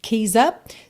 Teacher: Throw your keys up, junta com esse sonzinho de Z